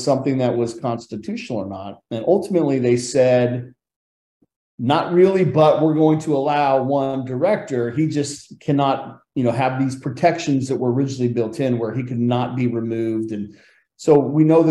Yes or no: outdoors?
no